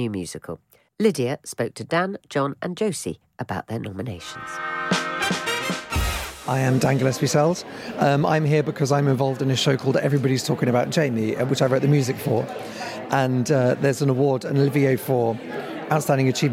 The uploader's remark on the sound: a collection of interviews from the Olivier nominations launch party